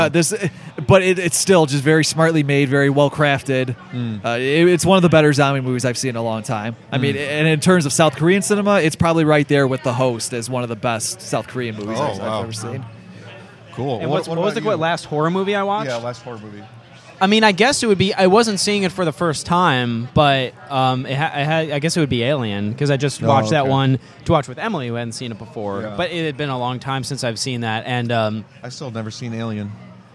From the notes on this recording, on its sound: This episode was recorded at Dave and Adams' Card World for their Halloween Comic Day.